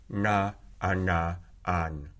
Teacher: it's the transition into the vowel that makes us hear the retroflexion